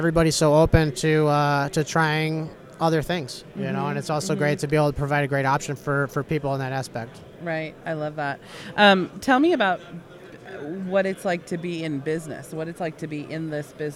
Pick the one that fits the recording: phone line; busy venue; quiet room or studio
busy venue